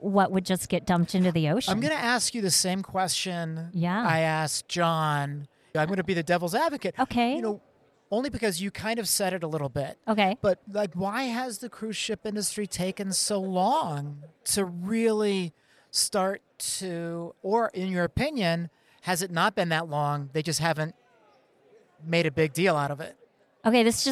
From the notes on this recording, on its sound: Sustainability at Sea: LIVE from the Cruise Ship Interiors Expo. Had the unique opportunity to podcast LIVE from the event!